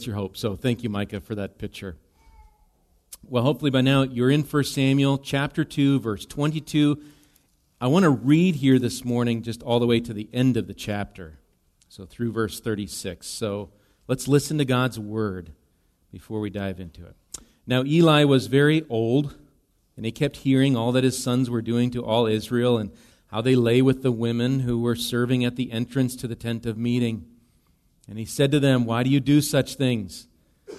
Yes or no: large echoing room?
yes